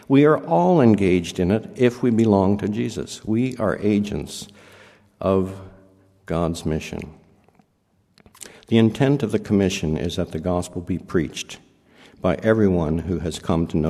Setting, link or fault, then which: setting, large echoing room